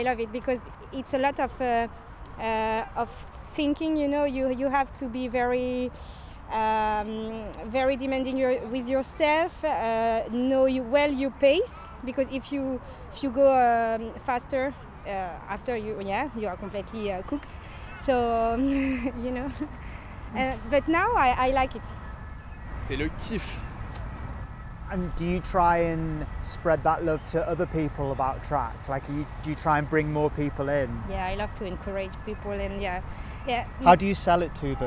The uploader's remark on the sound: I headed to Paris on the eve of the Paris marathon. At an evening training session at the track.